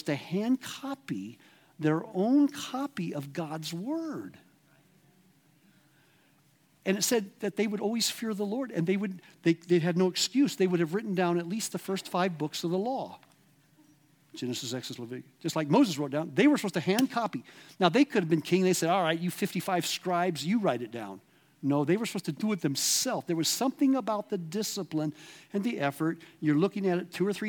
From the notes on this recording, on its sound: at The Awakening Conference LIVE from River House, Garden City, ID.